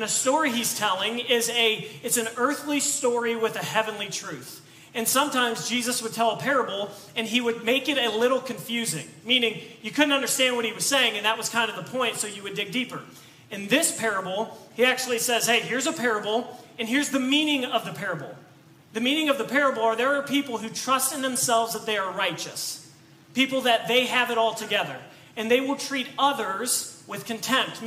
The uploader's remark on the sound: This message was preached on October 2, 2022 at FIVE39 Church.